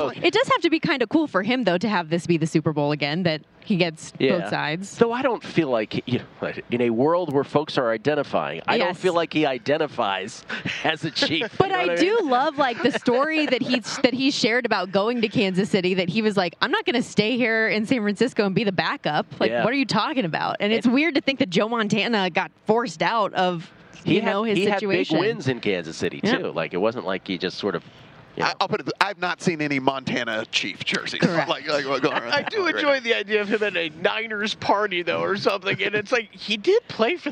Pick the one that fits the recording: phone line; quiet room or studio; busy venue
busy venue